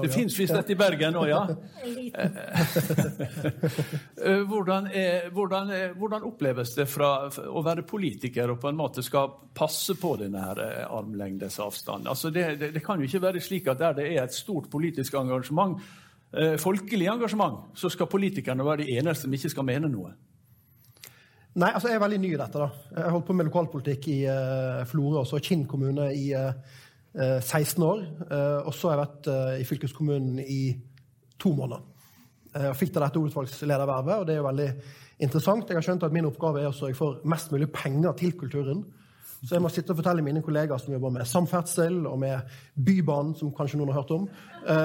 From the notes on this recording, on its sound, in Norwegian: Live-utgave!